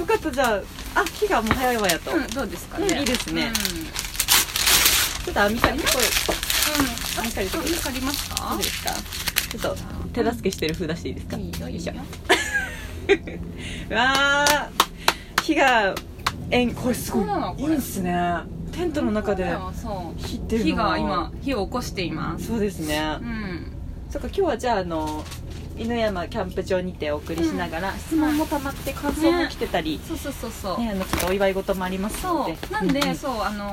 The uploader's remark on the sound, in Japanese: 岐阜県岐阜市内からから車で1時間。愛知の犬山というエリアにあるキャンプ場に潜入！ティピーという円錐型のテントの中で火を焚きながらの収録です。